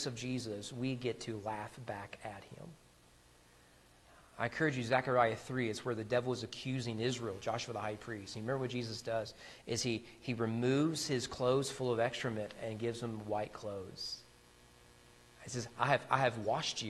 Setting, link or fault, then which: setting, large echoing room